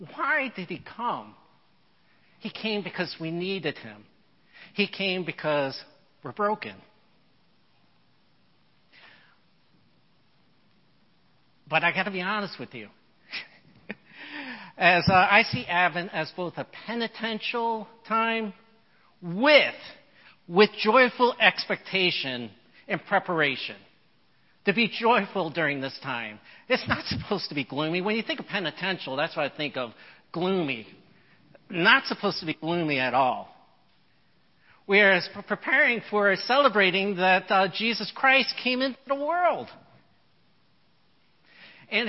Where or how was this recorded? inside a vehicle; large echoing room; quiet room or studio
large echoing room